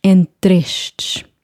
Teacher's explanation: The E from estes. The first E is not silent. So you combine the two words and pronounce the E from estes. · The E at the end of entre is silent.